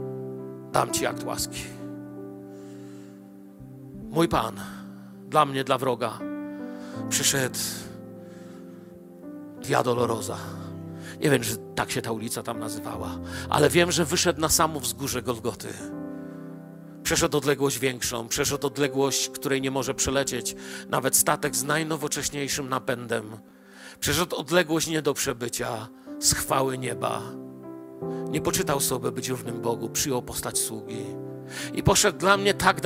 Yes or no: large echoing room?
yes